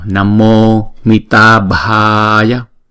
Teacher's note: Chúng ta nhớ là ta là hai nhịp và chữ bha là hai nhịp. Và chữ ba chúng ta phải đọc đưa ra nhiều hơi một chút, bởi vì chữ B đứng một mình chúng ta đọc là B, và chữ B và chữ H ghép lại á chúng ta phải đọc là B B.